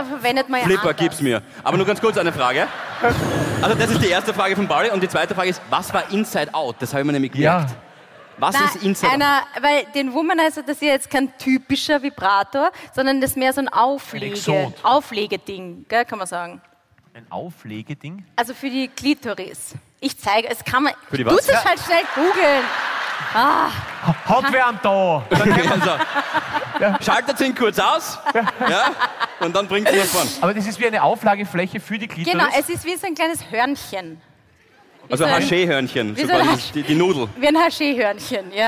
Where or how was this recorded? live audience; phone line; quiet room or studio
live audience